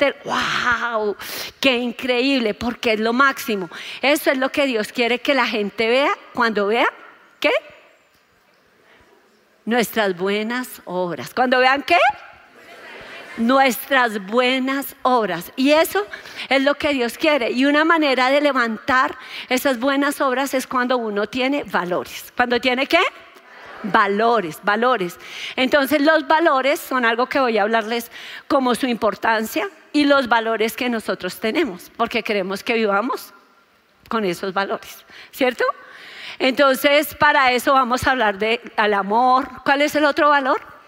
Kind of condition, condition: setting, large echoing room